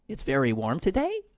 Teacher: Where a woman makes a definitive statement, and instead of putting a period at the end, she goes up like it's a question. · Term: Valley Girl upspeak